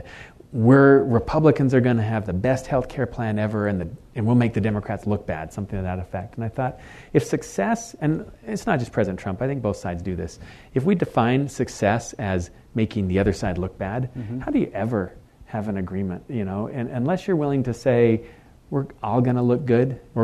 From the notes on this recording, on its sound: In front of an audience at KSL Broadcast House.